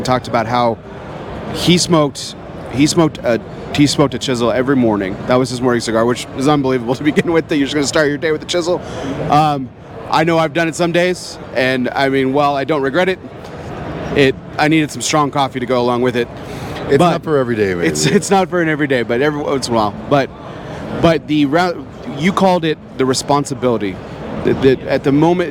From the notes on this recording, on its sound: recorded at this year's PCA